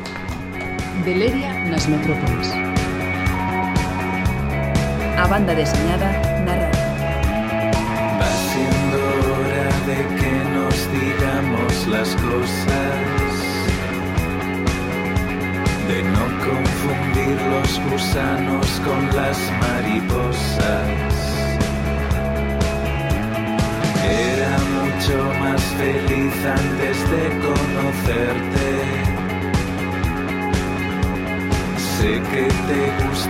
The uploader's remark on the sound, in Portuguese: Gravado no bar La Maleta de Coruña.